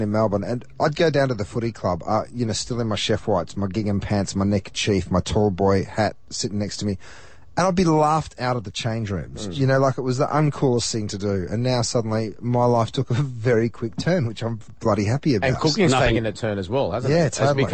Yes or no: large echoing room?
no